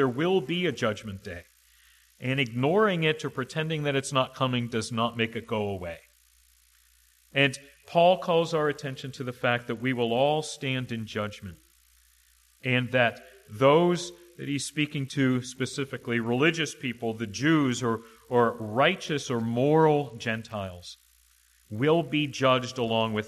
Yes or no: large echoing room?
yes